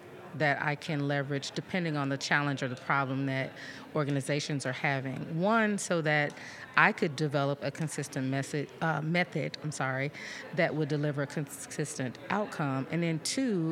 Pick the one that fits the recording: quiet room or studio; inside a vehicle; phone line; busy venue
busy venue